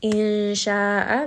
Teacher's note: Insha'a, this is going to be ikhfa, hide that noon sound within the letter sheen. Sha'a, this is a four count mad, this is mad wajib muttasil because the mad and the hamza are within that same word.